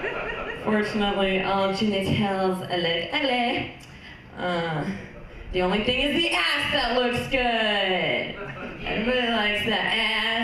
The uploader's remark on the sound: Live From The Centennial Lounge. This week’s episode features winners from the Wednesday Night VFW Open Mic who are selected to perform a special feature show once a month!